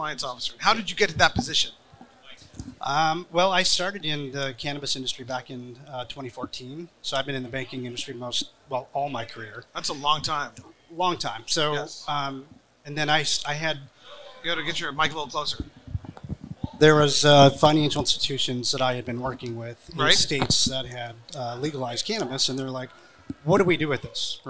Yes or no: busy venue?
yes